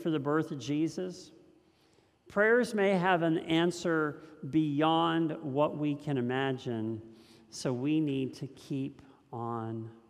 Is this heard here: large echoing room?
yes